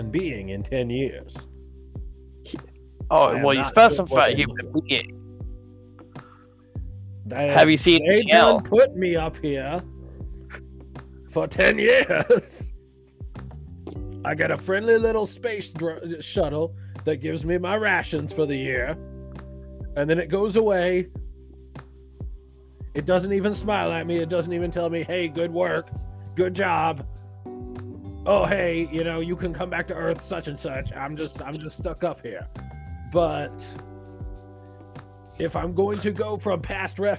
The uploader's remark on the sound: Please forgive the technical difficulties